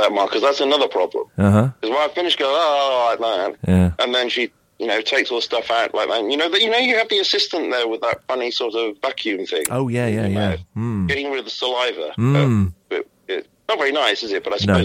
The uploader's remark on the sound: I take the opportunity to share one of my fake phone-ins. A hospital radio show here in the UK. I phone in as a fictitious person.